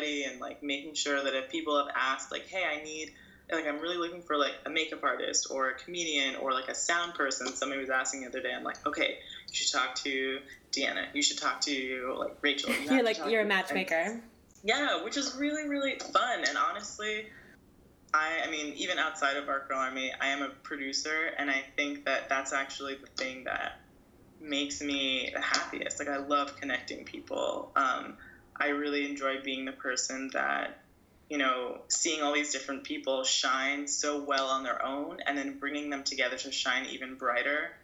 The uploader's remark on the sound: This episode was recorded over Skype.